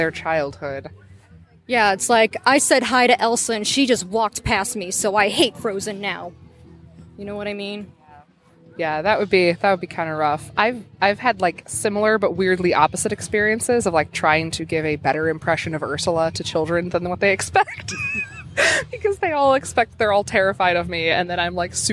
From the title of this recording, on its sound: Live at Cosplay Beach Party